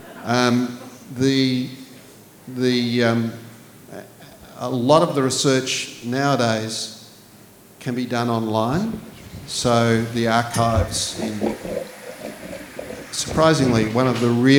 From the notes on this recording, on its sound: This recording is from Northern Books' 'Books at the Brewery' series.